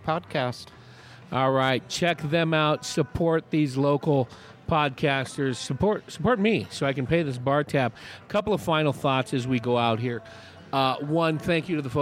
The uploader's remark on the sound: Recorded at The Raven Café in Prescott. Recorded at The Raven Café in Prescott.